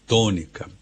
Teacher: A sílaba tônica da palavra tônica é tô.